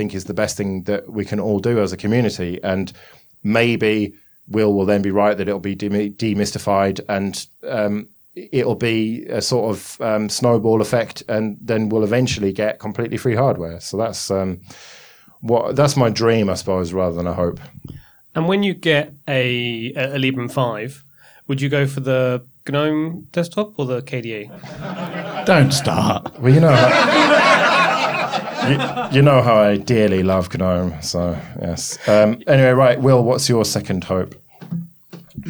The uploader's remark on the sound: It’s a live episode from FOSS Talk Live 2018!